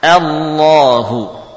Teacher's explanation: huruf hamzah tetap dibaca dengan tipis a ya.